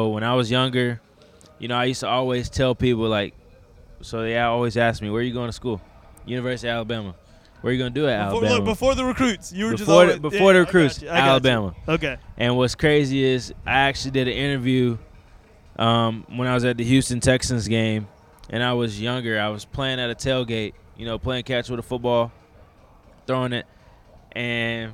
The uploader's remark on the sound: did the podcast on location at the Diamond, the home of the Richmond Flying Squirrels, in Richmond, Virginia